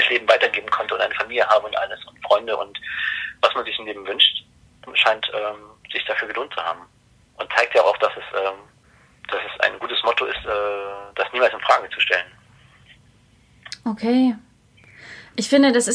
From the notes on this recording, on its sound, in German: Das Interview ist als Telefongespräch aufgezeichnet.